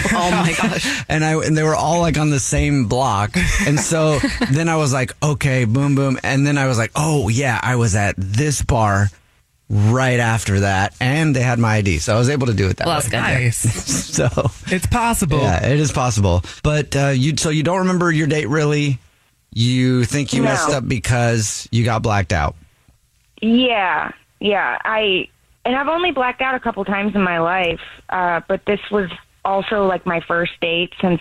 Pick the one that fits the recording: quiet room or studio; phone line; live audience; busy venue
phone line